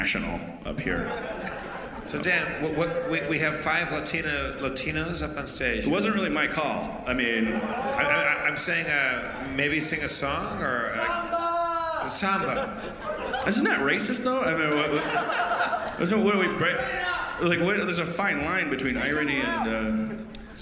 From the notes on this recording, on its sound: Madison, WI. The audience shouts weird things!